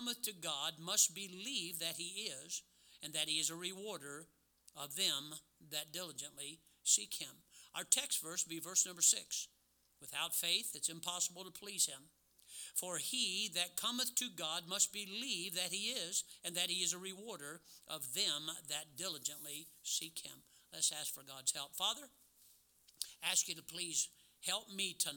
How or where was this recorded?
large echoing room